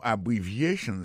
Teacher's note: abbreviations accent tonique là tombé sous troisième syllabe